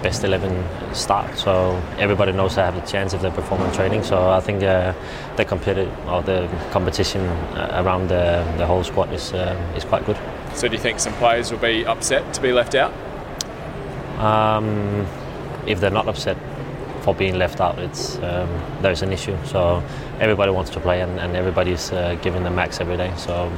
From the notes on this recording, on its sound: FFA Cup Semi Final press conference. Speaks to media at Adelaide ahead of our FFA Cup Semi-Final versus Central Coast Mariners.